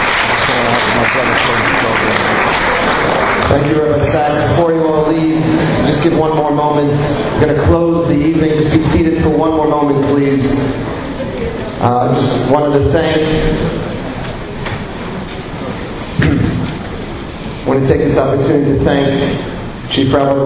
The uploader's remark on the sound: Ruth B. Wildes Memorial Lecture 2012. Wildes Memorial Lecture on 1st December 2012 at Yeshiva University.